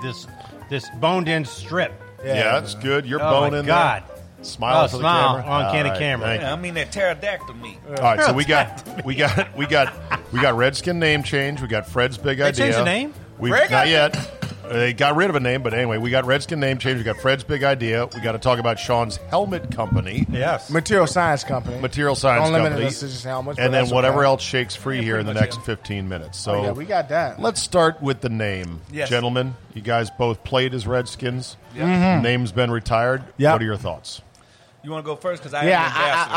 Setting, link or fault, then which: setting, busy venue